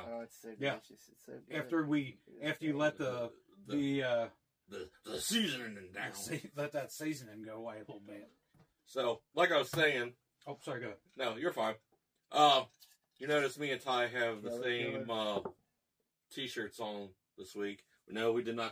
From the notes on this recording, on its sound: WE are sorry for the audio this week